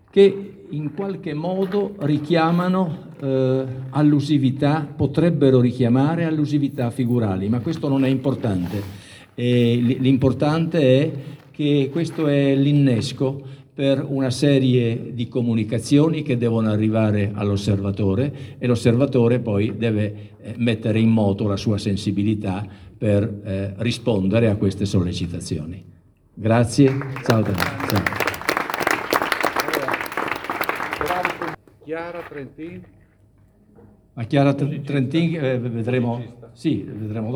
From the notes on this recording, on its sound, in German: Diese italienische Ausgabe der Sendung Arte Alpe Adria – momenti di cultura bringt einen Mitschnitt der Eröffnung der Kunst-Ausstellung Mittel-Art 2020 – simbiosi di colore empatico – mostra d’arte contemporanea internazionale .